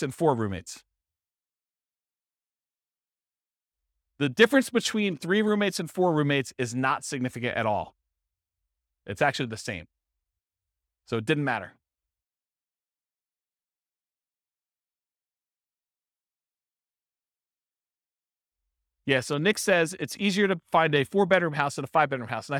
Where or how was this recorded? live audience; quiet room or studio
live audience